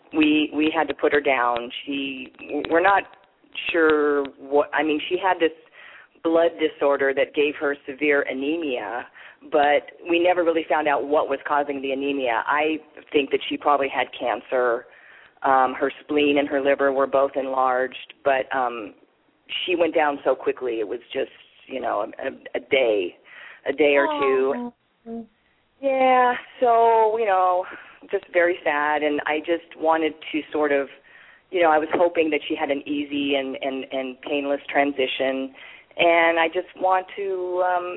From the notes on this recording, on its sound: open up the lines for listeners to call